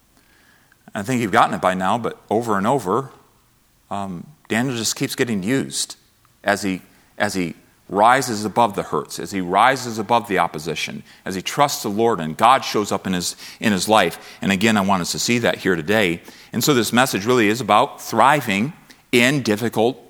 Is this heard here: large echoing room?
yes